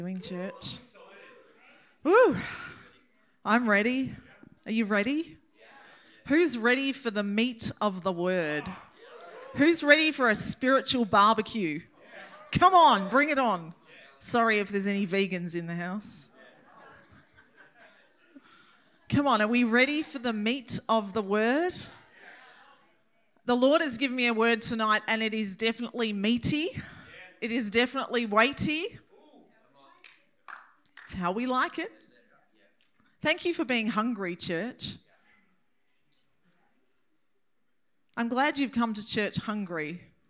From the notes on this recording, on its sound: This message was recorded on 07/10/2023 during the Saturday 7pm service.